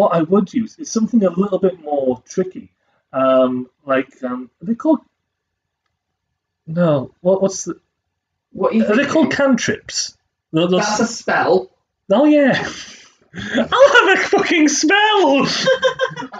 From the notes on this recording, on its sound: We are aware that the audio quality is not brilliant. The laptop we are using was recording the audio through it's in-built microphone rather than the external microphones we had set up.